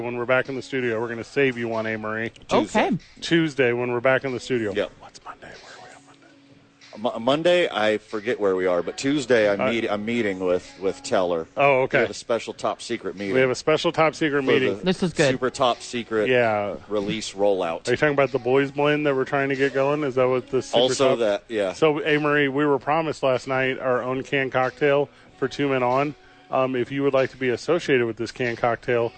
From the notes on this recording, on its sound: live from Hollow Spirits